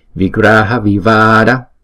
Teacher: Có chữ a có dấu gạch ngang trên đầu, chúng ta đọc hai nhịp thì chúng ta phải kéo dài ngay chỗ đó